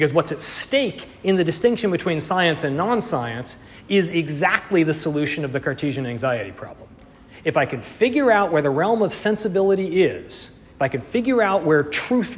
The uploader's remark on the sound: Audio and slides from the second lecture in the series, delivered 18 February 2020 in Bamberg, Germany